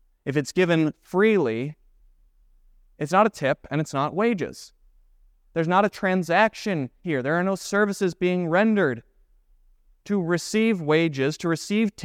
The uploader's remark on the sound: This Sunday sermon, based on Romans 3:19-30 , was preached at Grace of God Lutheran on October 29, 2023.